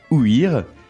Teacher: Et c'est pour ça qu'on le prononce, on prononce le « i » séparément